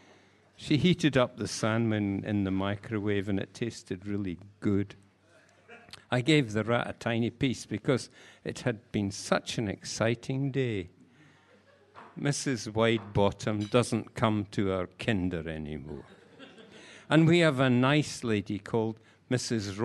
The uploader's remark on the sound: live at Cherry Poets